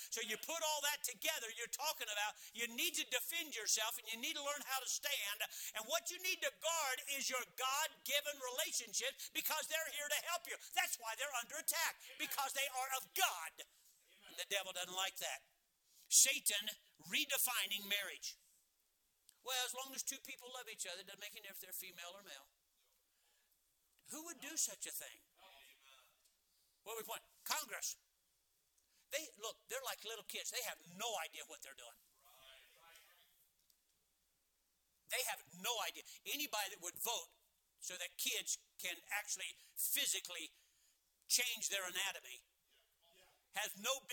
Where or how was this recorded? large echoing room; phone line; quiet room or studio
large echoing room